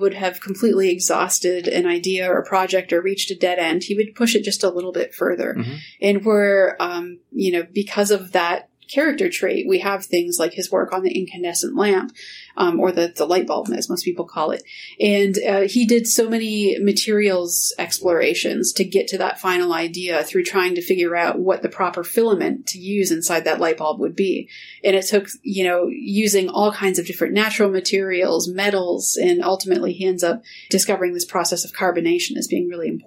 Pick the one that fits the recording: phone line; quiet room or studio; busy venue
quiet room or studio